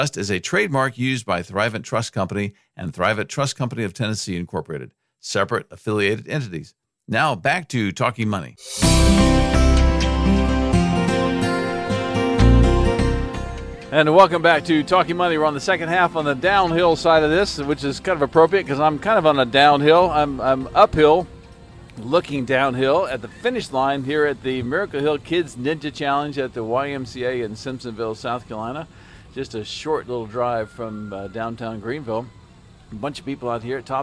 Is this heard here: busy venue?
yes